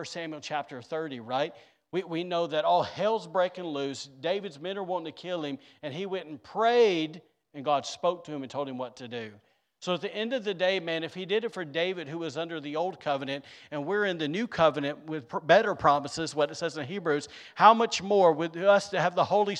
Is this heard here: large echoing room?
yes